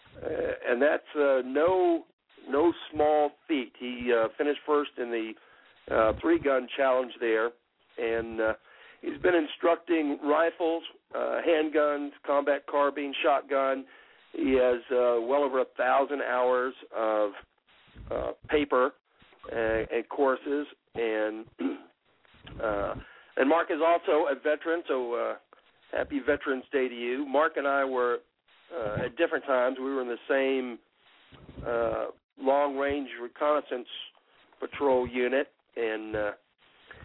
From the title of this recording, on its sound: Call in Show